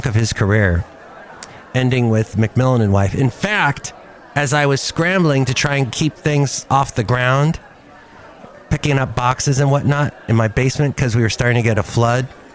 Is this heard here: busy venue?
yes